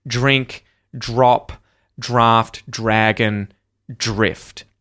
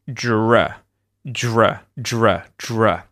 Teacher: Instead, you'll hear a dr, dr. So, it's actually a J sound, like in the word jump. But it goes straight into an R sound after it because you've got DR.